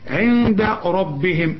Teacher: النون اللي بعدها الدال، الدال من حروف الإخفاء